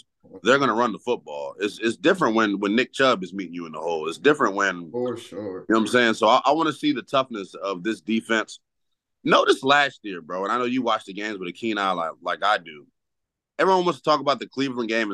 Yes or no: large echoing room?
no